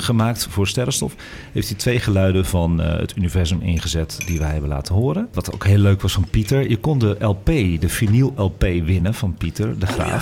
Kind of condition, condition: setting, busy venue